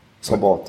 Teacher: Und bei den polnischer Abstimmung oder so, da ist es dann eben immer ein scharfes S. Die kennen kein weiches S. Kein stimmhaftes S am Anfang.